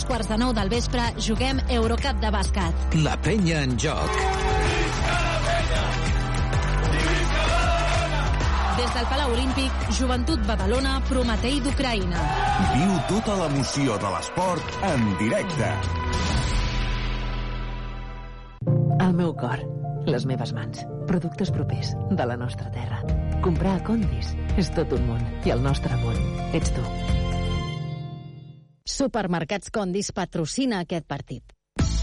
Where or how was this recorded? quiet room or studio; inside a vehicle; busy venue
busy venue